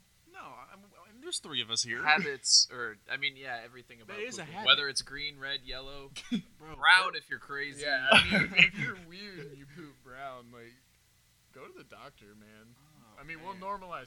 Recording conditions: poor sound quality